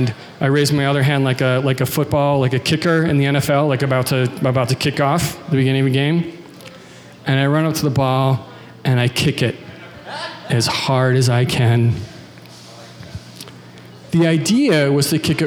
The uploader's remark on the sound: from a Raconteur event recorded at The Preservery on September 14th